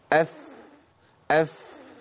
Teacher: أطراف الثنايا العليا مع باطن الشفة السفلى، شوفوا دي أطراف الثنايا العليا اللي هي دي، بتنزل في باطن دي الشفة السفلى، بتنزل في باطن الشفة السفلى كده الهيئة دي، أف أف آه. · Term: مخرج الفاء